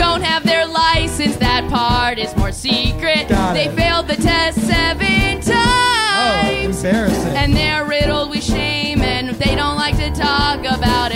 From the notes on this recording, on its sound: Live from Seattle